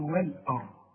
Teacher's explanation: الراء هي المفخمه عشان قبلها مفتوح